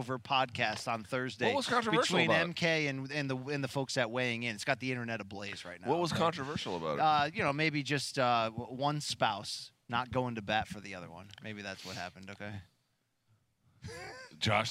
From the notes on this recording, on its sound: The boys are live again from the Mohegan Sun.